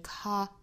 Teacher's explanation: 注意英式发法尾部没有卷舌，应该读成 color。后面 we each get to comealong， we 和 each 连读在一起的话是加耶的发音 we each get